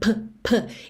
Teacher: o P em inglês, ele não é um P seco, ele tem um arzinho